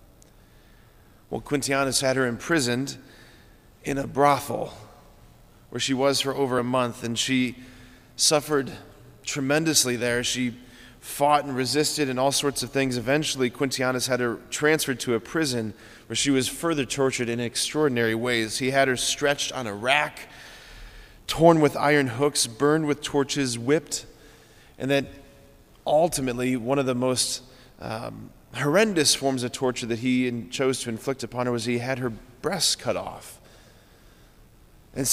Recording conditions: large echoing room